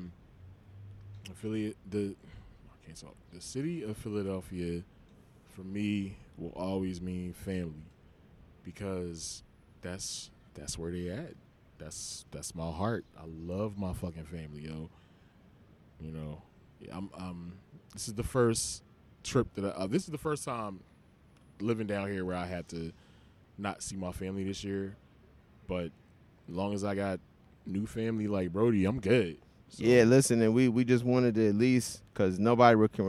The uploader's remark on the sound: In this episode we decided to record in our garden at the Five Points MARTA station.